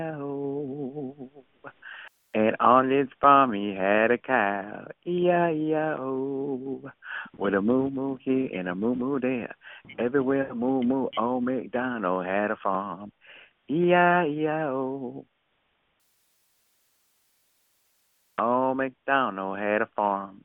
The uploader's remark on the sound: Conference Call